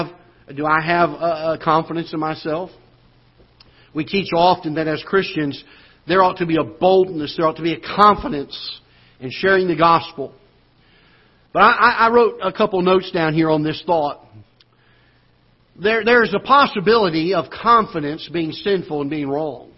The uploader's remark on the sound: Ketha Heights Baptist Church ~ Live Broadcast